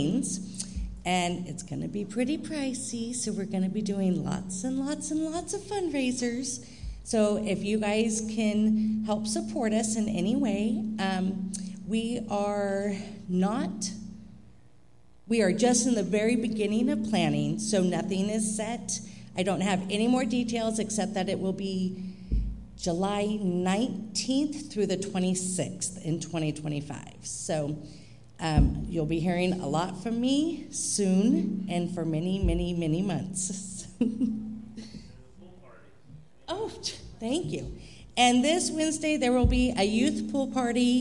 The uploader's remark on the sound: Live Worship Service.